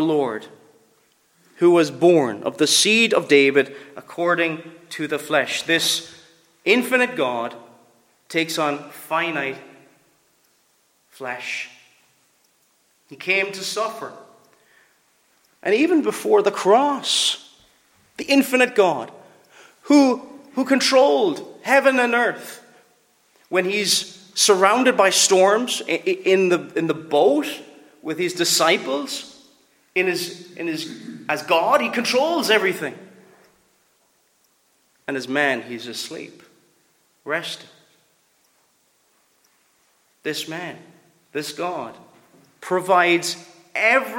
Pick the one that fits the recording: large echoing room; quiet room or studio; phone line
large echoing room